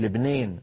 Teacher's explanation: يميلون كثيرا جدا من الألفات · Term: الإمالة